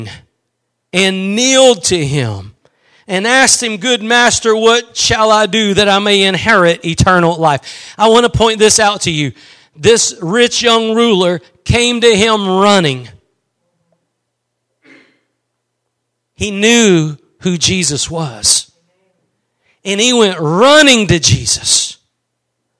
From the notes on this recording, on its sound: Preached at Gospel Lighthouse in Bossier City, La.